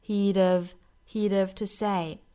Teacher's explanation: he'd 和 have 的弱读 have 同样要做击穿